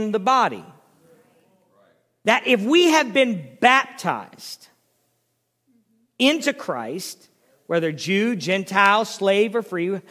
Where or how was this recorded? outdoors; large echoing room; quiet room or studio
large echoing room